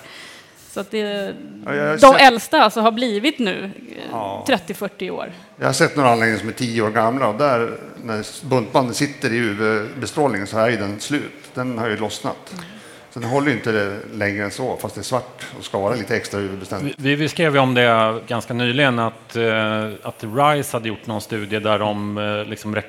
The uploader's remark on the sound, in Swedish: Elinstallapodden Live från Elfack